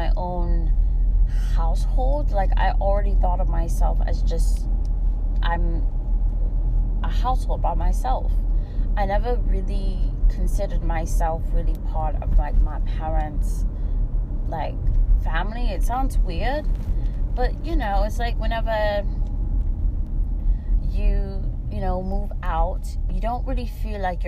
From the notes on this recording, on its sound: Sorry for the static! My mic stopped recording in the middle but I completed the audio!